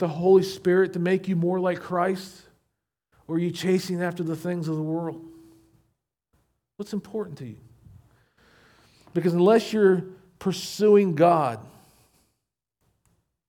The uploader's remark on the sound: recorded at Shenandoah Valley Baptist Church on Aug 13, 2023